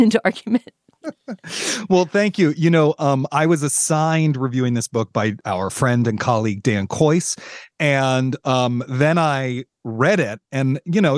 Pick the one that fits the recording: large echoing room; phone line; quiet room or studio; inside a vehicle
quiet room or studio